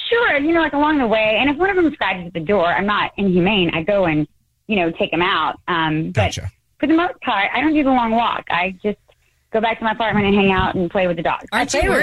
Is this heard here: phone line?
yes